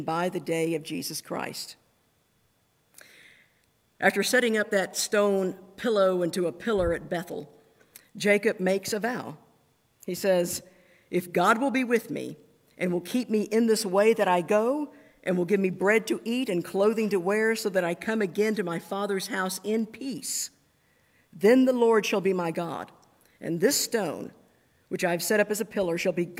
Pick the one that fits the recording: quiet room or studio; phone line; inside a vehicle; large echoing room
large echoing room